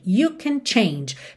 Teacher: o can, quando é na afirmativa, frequentemente ela é uma palavra mais fraca